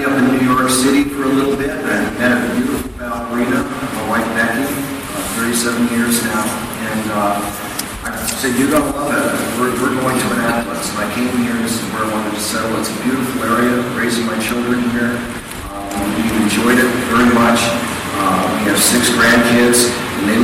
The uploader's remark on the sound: At the end, we tacked on some horrible audio from the LWV Candidate Forum last night for State Senate District 30. Audio quality is poor--you have been warned!